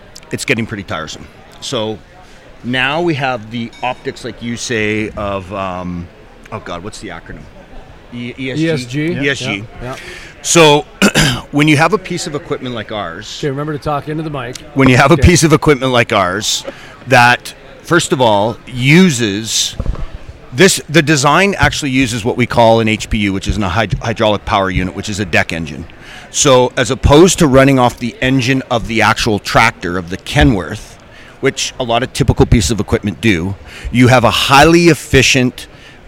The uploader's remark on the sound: From the Shale Energy Resources Conference and Trade Show at the Horse Shoe Arena and Pavilion in Midland, Texas